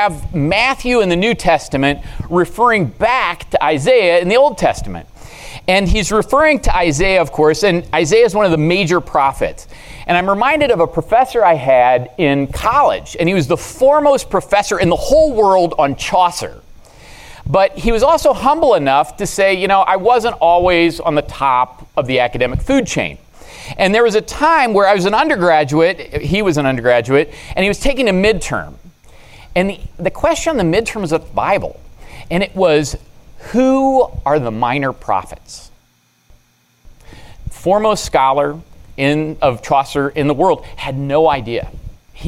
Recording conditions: large echoing room